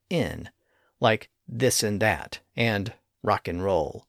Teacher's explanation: Words were often clipped by dropping certain consonant sounds. Instead of saying and with a distinct D sound at the end, it appears that people often did what we do today and just said in